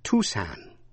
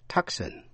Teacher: Thủ phủ, tiểu bang Arizona, có âm C câm, đọc là Tucson · Shown in: first take